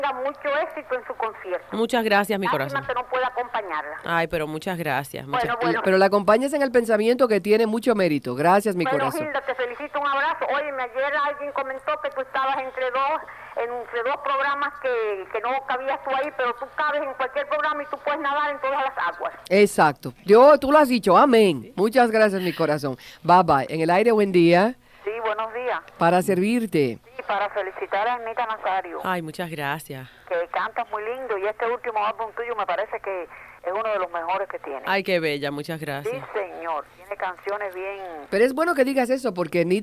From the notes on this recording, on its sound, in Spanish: En la ciudad de Miami, Florida. Contiene llamadas del público y música.